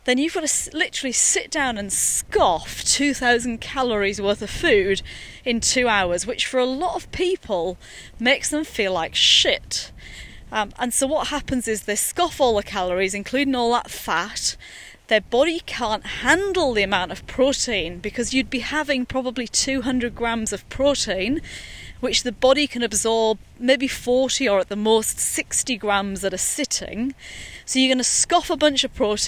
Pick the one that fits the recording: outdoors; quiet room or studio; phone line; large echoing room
outdoors